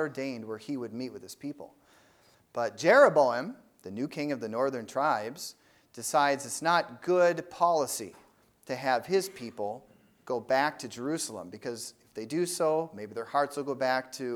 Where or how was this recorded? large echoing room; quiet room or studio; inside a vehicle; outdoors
large echoing room